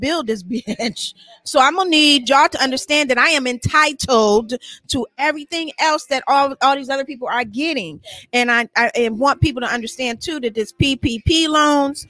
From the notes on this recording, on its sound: our celebration at Kiante's Lounge in Houston, Texas